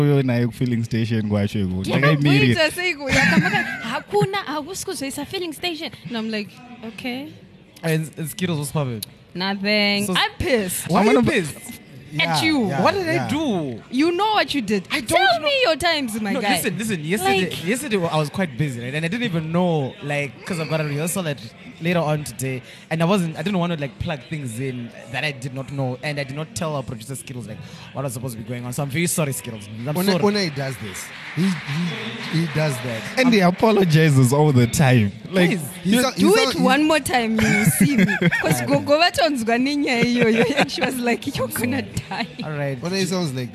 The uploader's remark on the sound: The team meet up at Shoko festival to record the current episode. In the heat of the noise.